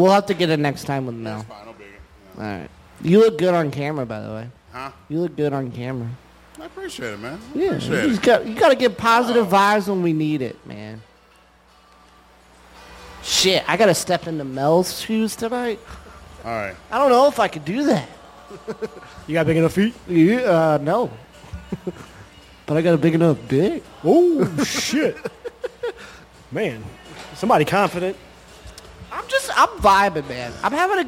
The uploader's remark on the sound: streaming live from the back patio of the wonderful Pepper's Bar & Grill in South St.